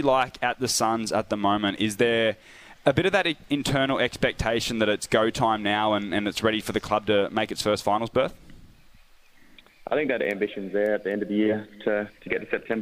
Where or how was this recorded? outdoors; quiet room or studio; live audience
outdoors